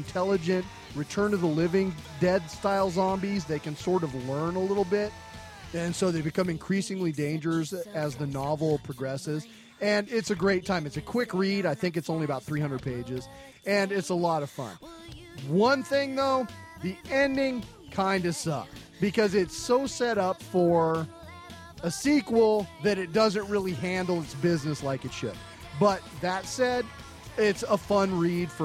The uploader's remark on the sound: Thrill to sounds and smells of a trio of Seattle Haunt Tours. Stocker Farms' Field of Screams, the Seattle House of Horrors and Dark Hollow Haunted Forest.